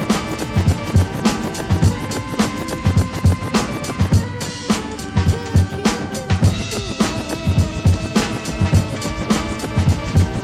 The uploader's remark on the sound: Live at Yo!Mama at Les Vedettes Café Culturel (HipHop DJ Set).